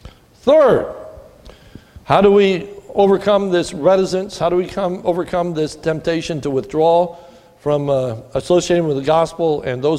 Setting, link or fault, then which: setting, large echoing room